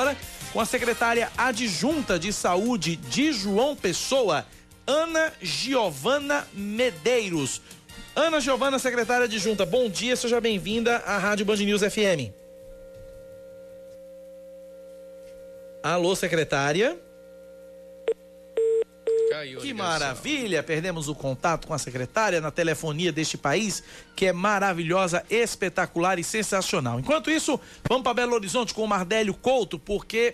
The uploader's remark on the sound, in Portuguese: entrevistaram por telefone